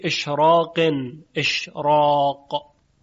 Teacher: بعد از را قاف اومده که باعث تفخیم میشه